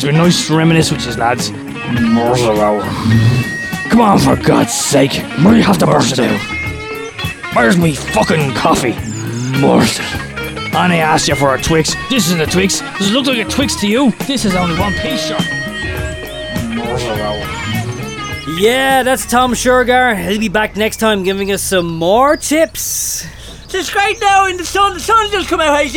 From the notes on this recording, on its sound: goes on location to Dangleberry Farm for a special broadcast